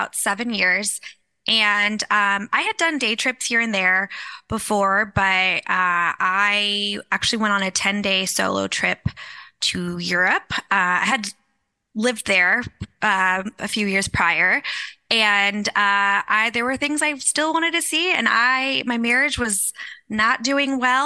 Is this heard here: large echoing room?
no